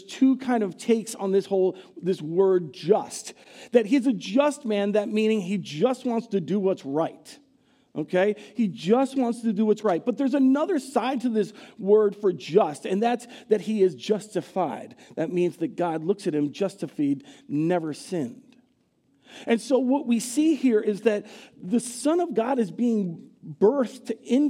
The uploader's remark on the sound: Recorded live at Word of Life Church in Le Sueur, Minnesota, on December 17, 2023